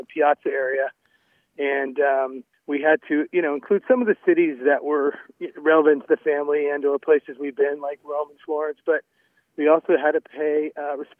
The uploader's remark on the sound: Called in today to share what you can find at his beautiful winery (just a short ride from downtown Healdsburg).